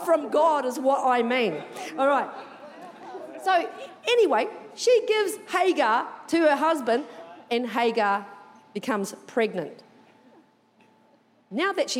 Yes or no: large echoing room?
yes